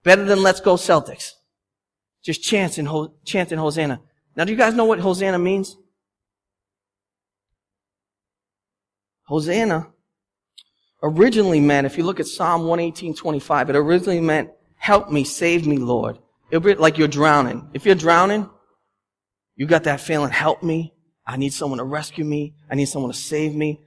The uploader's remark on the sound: The sermon audio from our Palm Sunday service. At Restoration Road Church in Wakefield, Massachusetts.